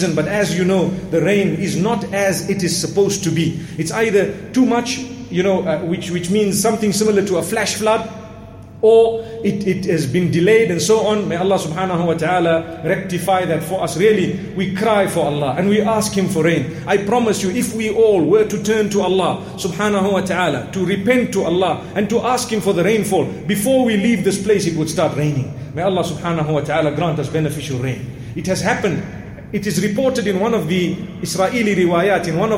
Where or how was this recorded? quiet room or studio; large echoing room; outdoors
large echoing room